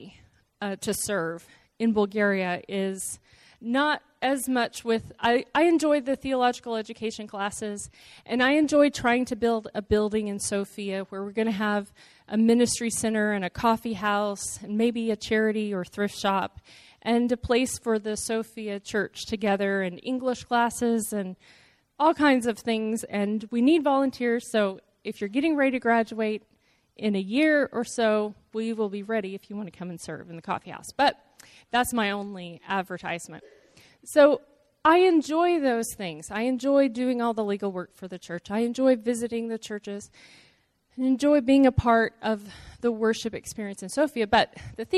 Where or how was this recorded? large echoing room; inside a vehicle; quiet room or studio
large echoing room